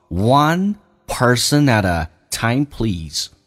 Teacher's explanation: at 跟 a 叫 add， t 要浊化